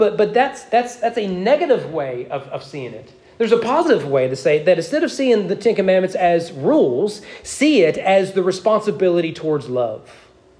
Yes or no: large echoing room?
yes